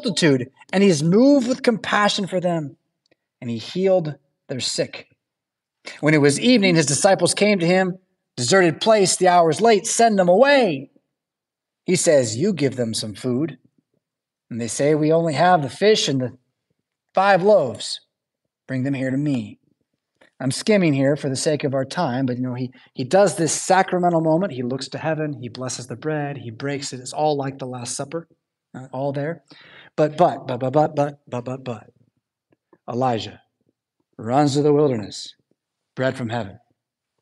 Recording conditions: large echoing room